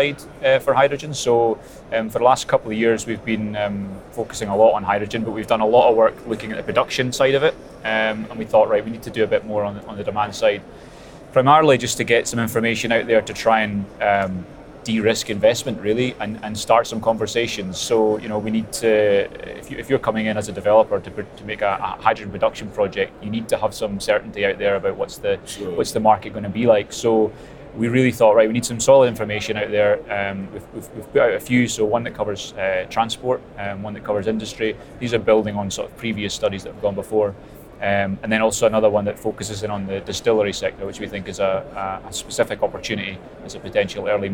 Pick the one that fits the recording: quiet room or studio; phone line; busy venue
busy venue